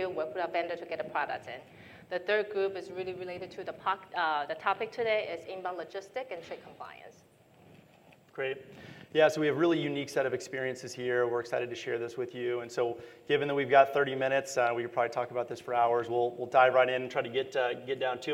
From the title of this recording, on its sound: NRF 2022 Panel Session